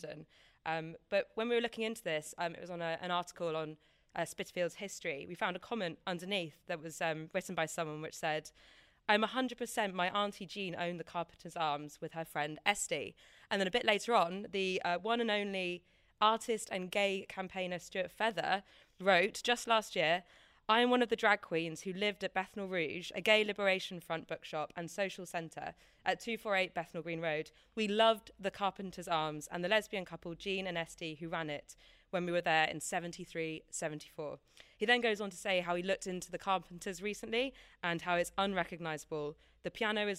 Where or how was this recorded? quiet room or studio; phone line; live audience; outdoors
live audience